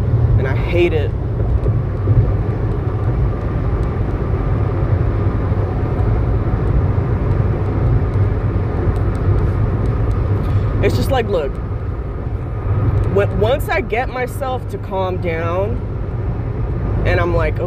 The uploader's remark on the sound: Driving home, crying.